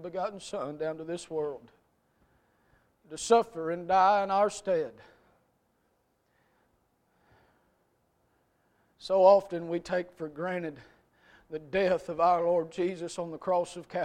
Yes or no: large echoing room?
yes